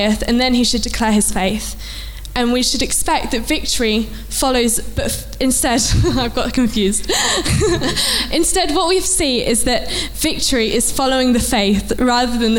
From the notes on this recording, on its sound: Recorded at Bournville gathering.